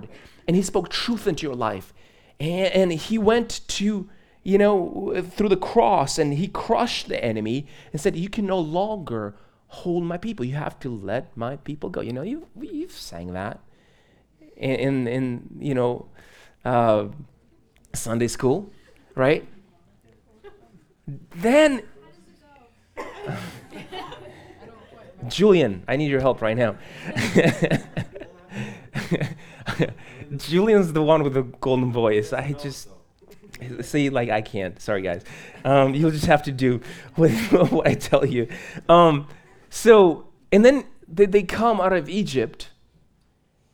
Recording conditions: large echoing room